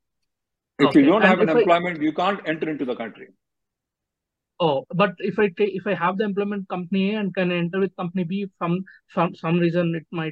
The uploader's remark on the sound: Conference Call.